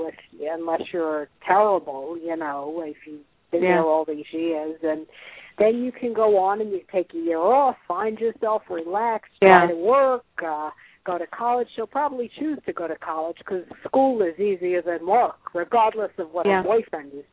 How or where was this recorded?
phone line